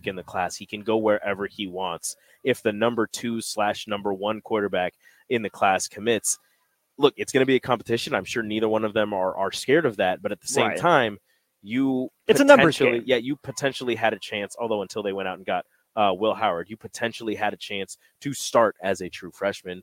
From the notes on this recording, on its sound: LIVE from CHI Health Center